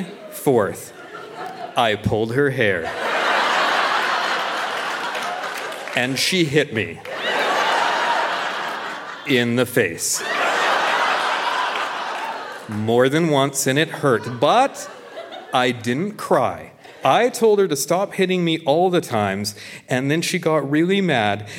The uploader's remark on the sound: Recorded live at The Broadway Theatre in Saskatoon.